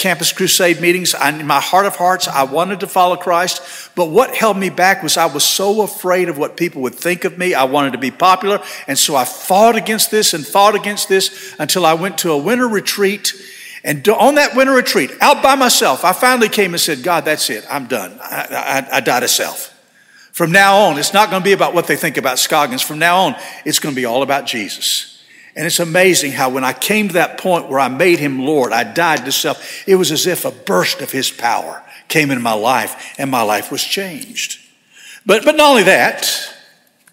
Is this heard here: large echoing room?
yes